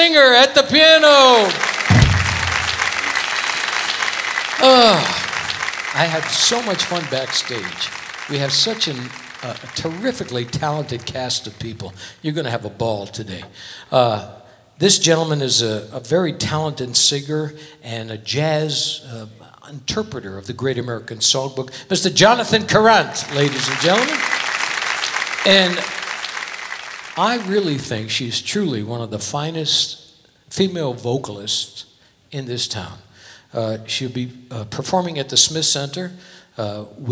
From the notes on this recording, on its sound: Live at the SouthPoint Casino.